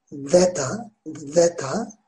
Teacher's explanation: Aslında yine peltek söyleniyor bu harf.